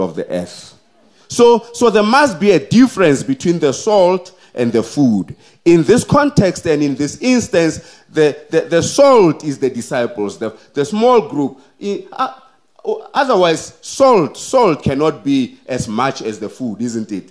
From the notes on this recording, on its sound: The sermon was preached at Kempton Park Central Seventh-day Adventist Church.